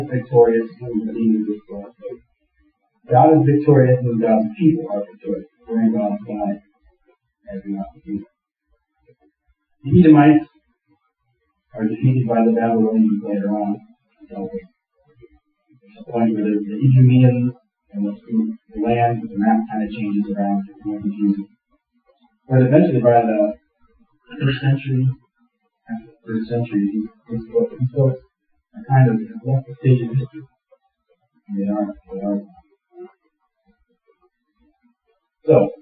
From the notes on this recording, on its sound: Apologies for the bad sound. We had a technical issue.